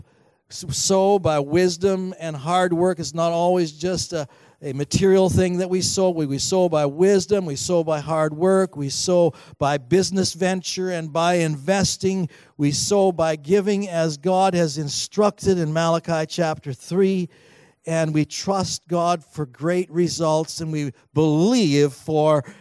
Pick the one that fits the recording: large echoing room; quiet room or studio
large echoing room